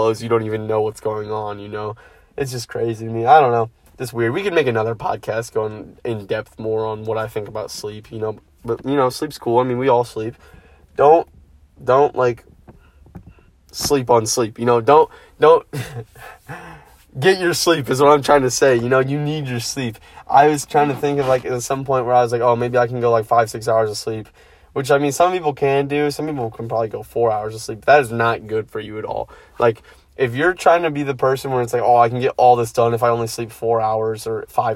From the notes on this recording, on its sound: first podcast in my car!